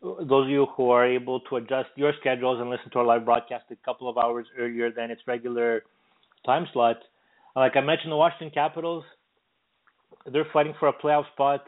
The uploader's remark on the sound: we take your phone calls